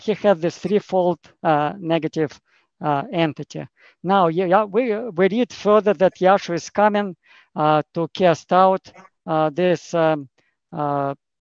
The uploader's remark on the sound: Madison Zoom Class.